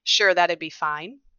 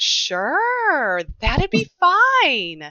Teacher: cis men will have a very reduced pitch range across a phrase. · Shown in: first take